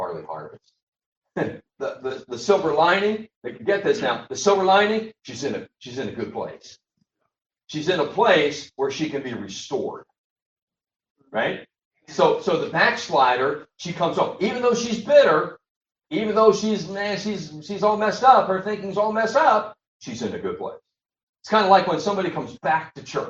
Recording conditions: poor sound quality